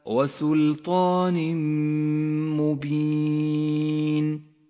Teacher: المثال التالي على الإدغام بغنة في قوله تعالى وسلطان مبين، التنوين وبعده حرف الميم، إدغام بغنة، يسقط التنوين من اللفظ وتشدد الميم التي بعده